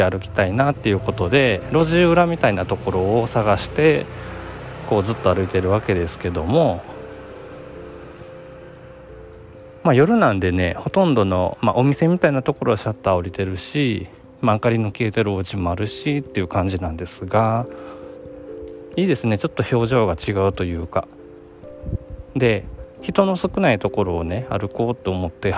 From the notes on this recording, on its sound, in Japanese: 勢いに任せて夜中に出かけたお散歩中の収録です。